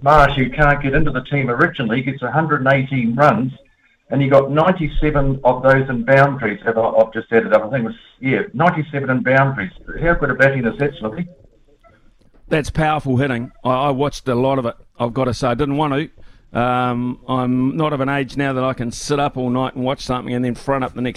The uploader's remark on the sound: Opens the phone lines.